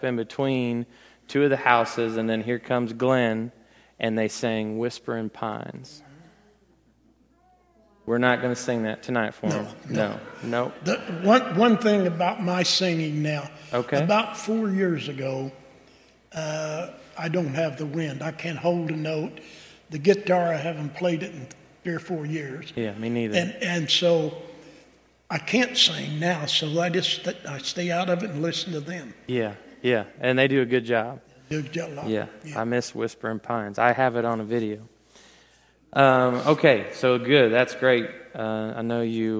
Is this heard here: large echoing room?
yes